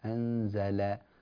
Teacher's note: ثبت الضاد أنزل الله هكذا أنت فخمت اللام من أنزل إنما رقق اللام أنزل لا تتأثر هذه اللام بلام لفظ الجلالة المفخمة بعدها